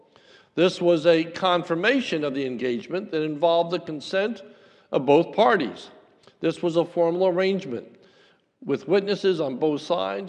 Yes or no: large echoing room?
yes